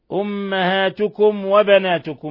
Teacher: ميم ساكنة جاء بعدها الواو، إظهار شفوي، بل هو من أشد حالات الإظهار الشفوي